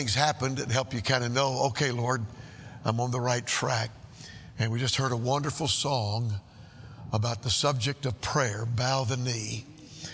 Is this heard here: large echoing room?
yes